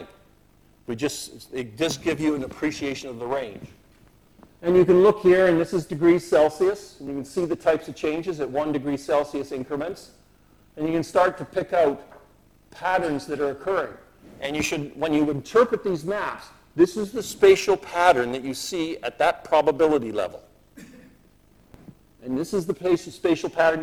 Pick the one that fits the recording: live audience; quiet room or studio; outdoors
live audience